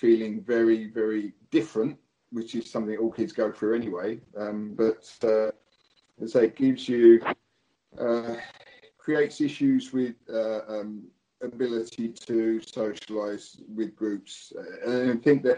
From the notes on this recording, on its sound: We had some technical problems but in a true spirit of Karate we managed to overcome it.